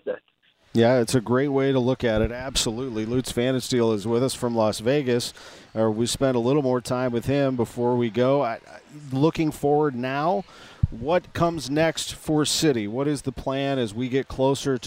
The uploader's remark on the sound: live from Cardinals Nation inside Ballpark Village